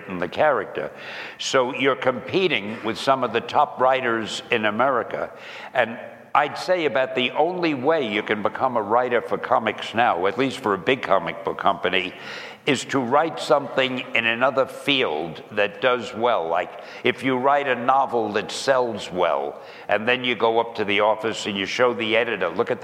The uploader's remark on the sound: This Q&A style podcast was recorded at the NAB Show in Las Vegas on April 14th in front of many fans.